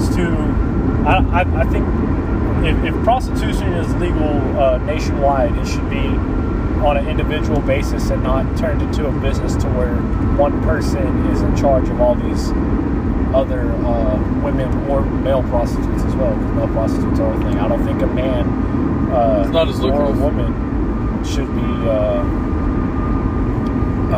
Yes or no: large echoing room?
no